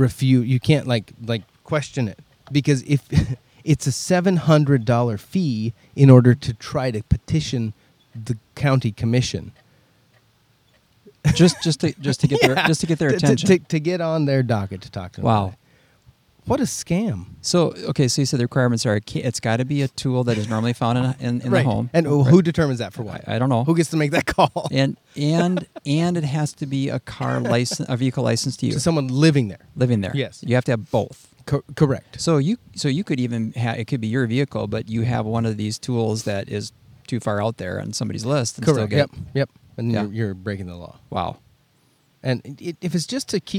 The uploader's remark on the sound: out in nature on location in Alexandria, MN